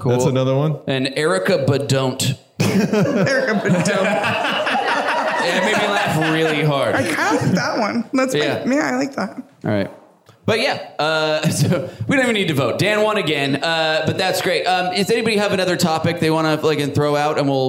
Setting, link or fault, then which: setting, live audience